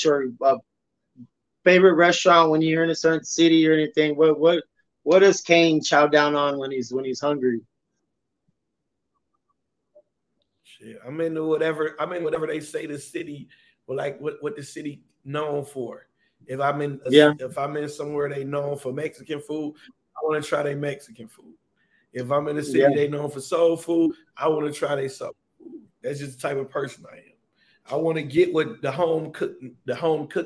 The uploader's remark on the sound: The connection was bad so sorry for the sound and the lagging.